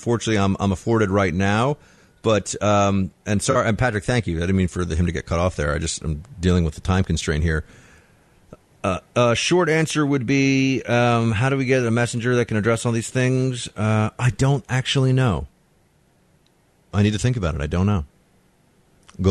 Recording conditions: phone line